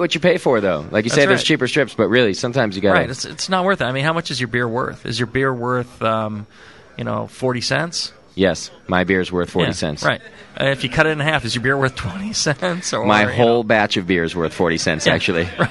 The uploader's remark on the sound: To help celebrate the grand opening of Northern Brewer's newest Midwest location. Live show from the new store.